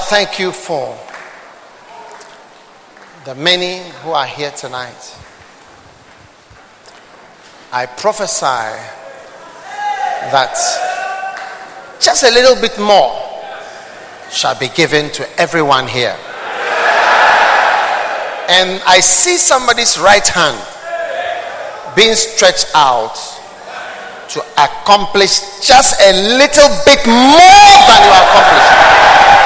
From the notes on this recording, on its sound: Preached at the Art of Shepherding Conference, Accra.